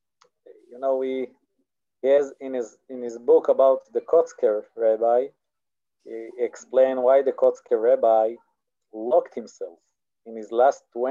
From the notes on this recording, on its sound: This audio was originally captured from Zoom